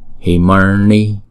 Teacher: chữ n uốn cong lưỡi lại và búng ra